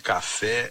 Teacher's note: A sílaba tônica de café é fé